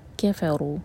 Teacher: کیا اور فا دونوں لائٹ اور را ہیوی، را پر ضمہ، رو 2 حرکہ لمبا.